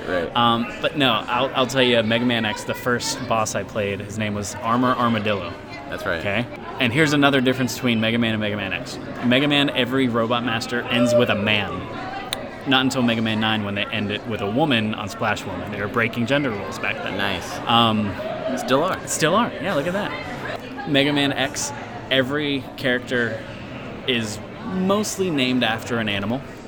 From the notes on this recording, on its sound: records an episode live at MAGFest 2018's MegaMan-athon Charity event